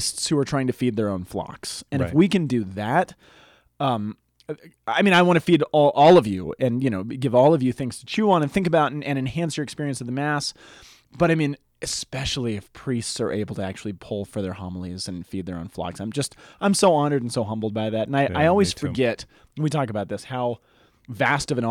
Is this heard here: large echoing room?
no